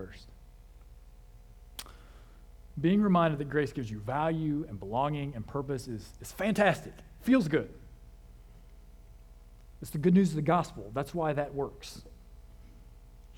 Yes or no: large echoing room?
yes